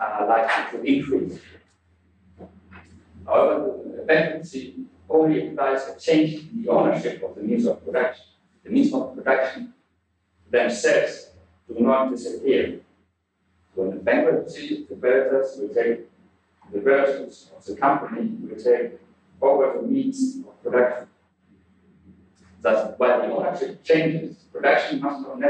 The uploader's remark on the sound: Note that the audio quality for 2006, 2008, and 2009 was poor and has been improved.